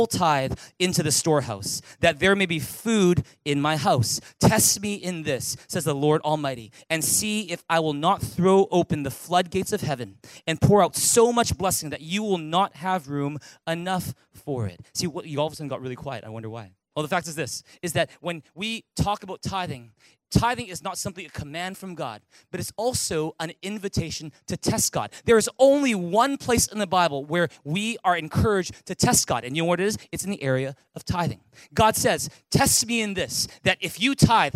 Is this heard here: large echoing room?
yes